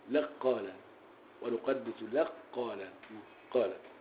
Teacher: الكاف زي القاف تساوي قاف مشددة · Term: ادغام الكاف في القاف